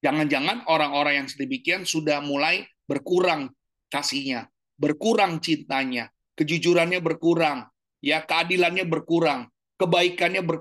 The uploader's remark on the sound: Audio Zoominar